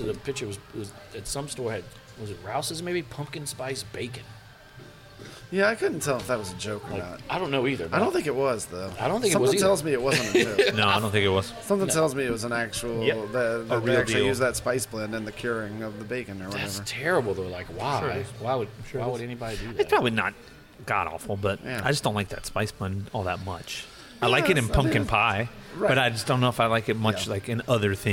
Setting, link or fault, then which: setting, busy venue